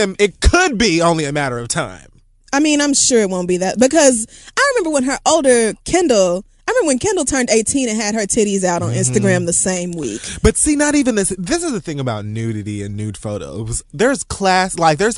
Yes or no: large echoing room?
no